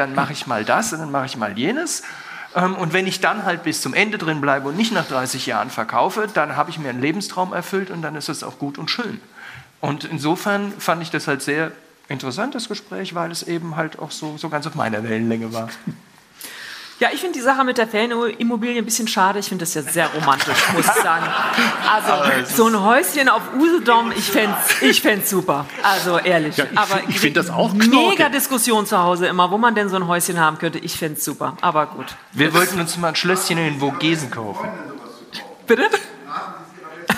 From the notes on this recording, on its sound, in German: Live vom F.A.Z.-Kongress.